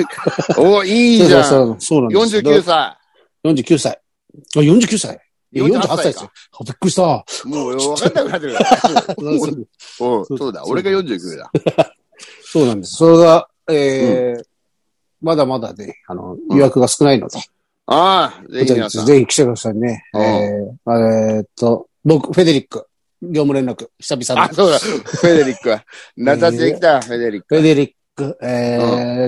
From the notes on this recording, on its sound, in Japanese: ZOOMで収録